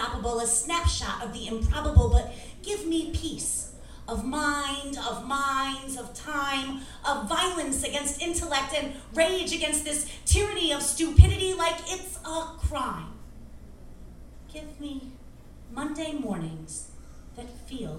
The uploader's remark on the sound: at the Brass Tacks poetry and spoken word open mic on September 18, 2018 at The Low Beat in Albany, NY